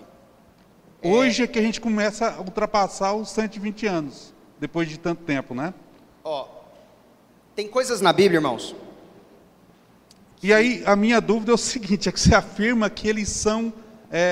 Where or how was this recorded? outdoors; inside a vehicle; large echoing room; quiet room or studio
large echoing room